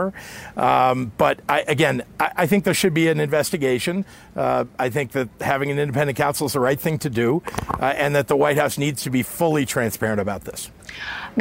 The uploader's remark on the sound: reports live from the incident scene.